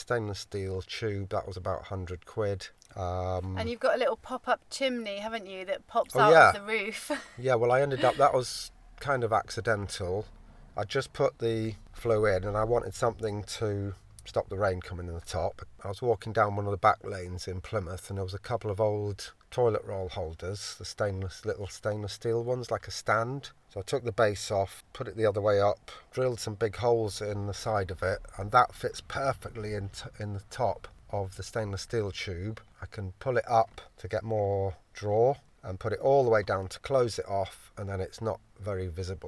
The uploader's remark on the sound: Jamming In The Van